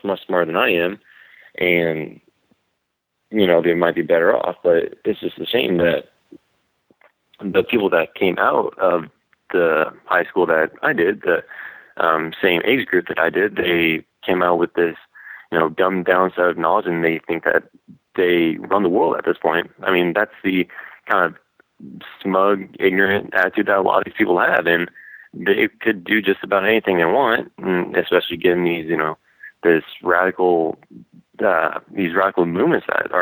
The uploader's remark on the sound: Call In Show